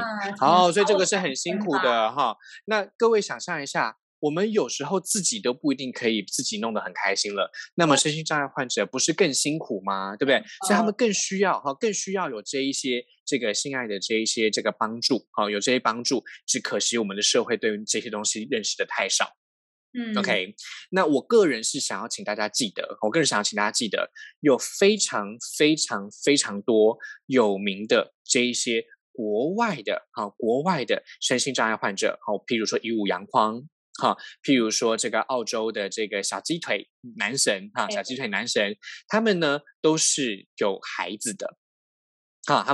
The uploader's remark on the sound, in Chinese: 本集採遠距錄音，因網路問題，時有斷訊、音訊不良或是雜音狀況產生